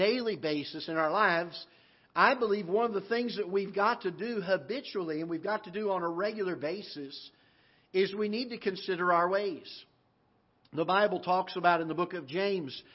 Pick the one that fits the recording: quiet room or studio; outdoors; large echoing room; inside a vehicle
large echoing room